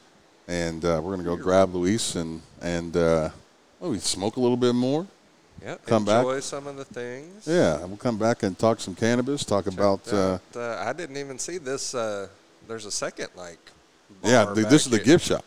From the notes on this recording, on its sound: Live from IZenRx Dispensary in Okc.